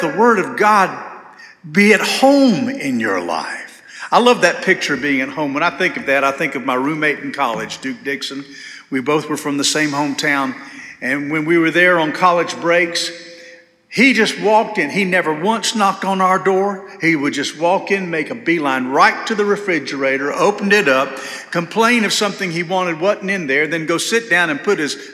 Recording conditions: large echoing room